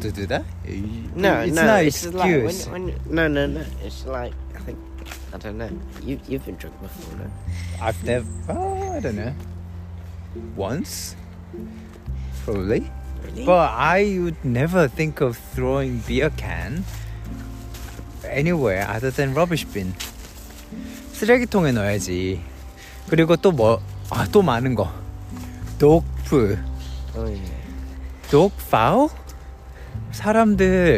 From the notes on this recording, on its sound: We are outside litter-picking 산책하며 쓰레기 줍기를 해요.